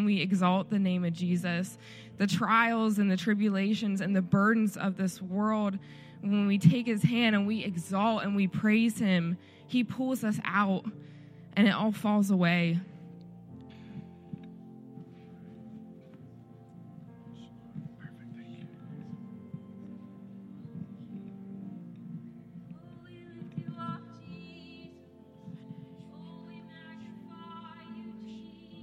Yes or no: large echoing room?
yes